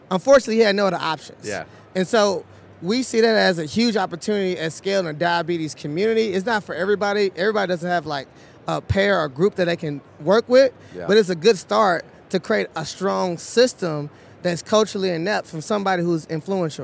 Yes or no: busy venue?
yes